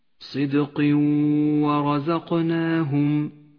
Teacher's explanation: بعد ذلك حكم الإدغام بغنة في قوله تعالى صدق ورزقناهم، التنوين وبعده حرف الواو، يدغم التنوين بالواو فيسقط من اللفظ